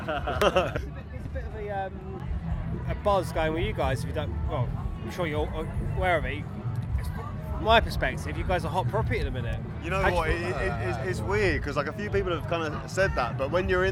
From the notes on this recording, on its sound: Our interviews from 2000 Trees Festival. Listen out for a cameo from a couple of fans.